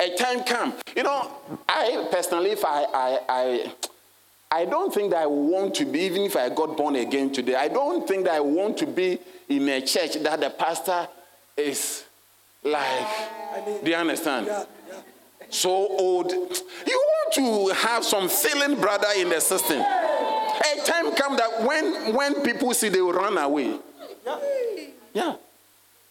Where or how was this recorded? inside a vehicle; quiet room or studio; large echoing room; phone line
large echoing room